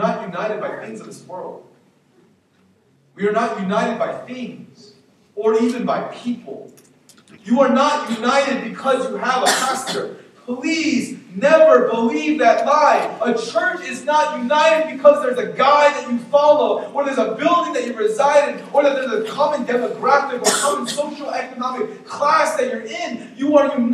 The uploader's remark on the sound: We apologize for the poor audio quality.